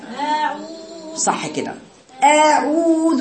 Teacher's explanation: انتقلي من أقصى الحلق في الهمزة إلى وسط الحلق في العين، وبعدين بعد كده هاتي الواو المادية، وبعدين هاتي الذال اللي من هنايا قدام. · Term: فصلت بين المخارج